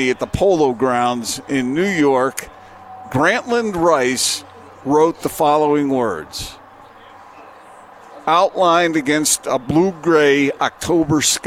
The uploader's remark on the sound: LIVE at Supply Link in Bountiful